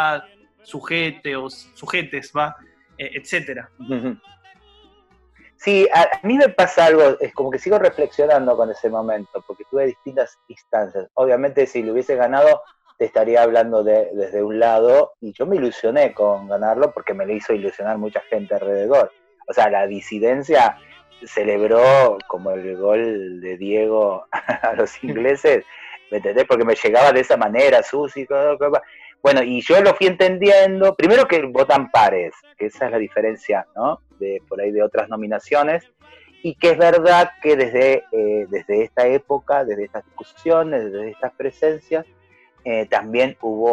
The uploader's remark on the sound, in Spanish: recibimos la visita vía Zoom